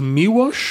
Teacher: An L might sound like a W.